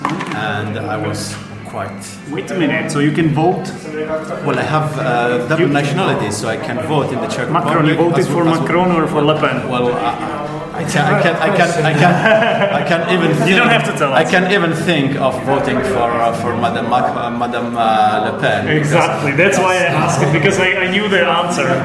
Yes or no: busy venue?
yes